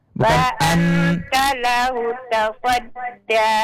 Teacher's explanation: ikhfanya jangan seperti gunnah. Ditahan, tapi disamarkan.